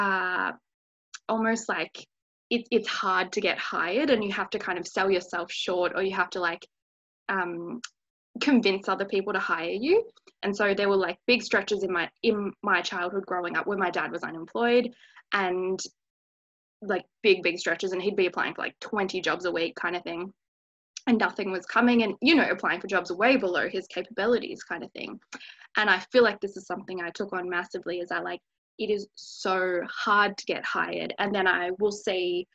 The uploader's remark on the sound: I had a really fun, casual chat over Zoom